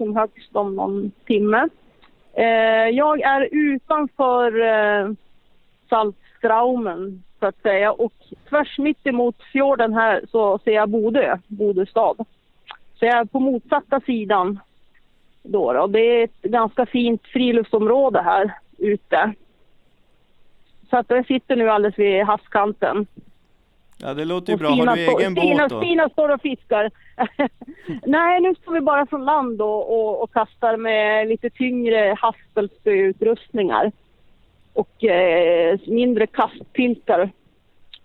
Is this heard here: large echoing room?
no